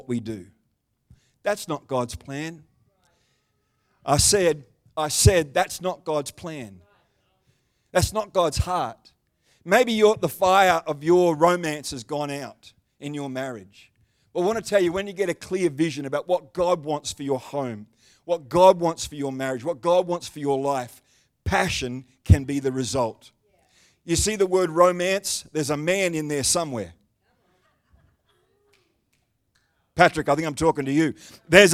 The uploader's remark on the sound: The live stream of Destiny Church Atherton.